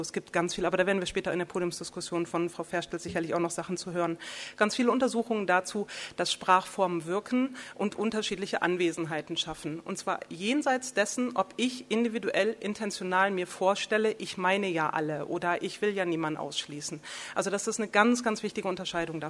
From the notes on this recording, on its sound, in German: Ihr hört Vortrag und Diskussion der Veranstaltung vom 02.